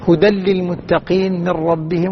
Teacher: اللام والراء حرفان فيهما إدغام ولكن دون غنة مشبعة · Term: إدغام بغير غنة